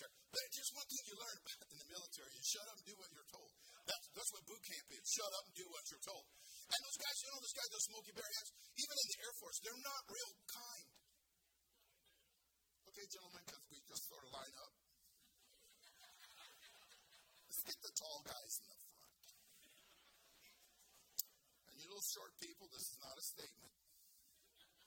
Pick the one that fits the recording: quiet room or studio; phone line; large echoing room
large echoing room